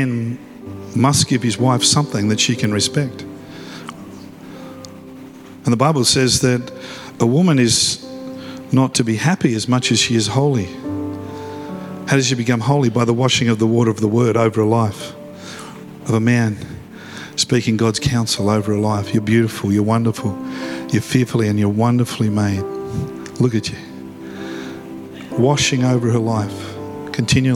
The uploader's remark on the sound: live at Freshwater Church on Sunday the 25th February, 2024